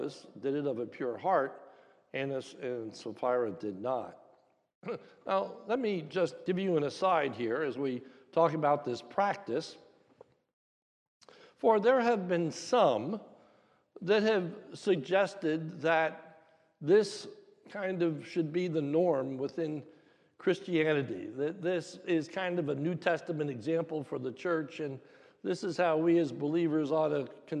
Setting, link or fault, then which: setting, large echoing room